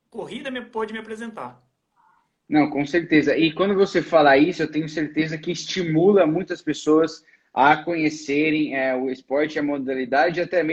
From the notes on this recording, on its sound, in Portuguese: durante uma live, que rolou em nosso Instagram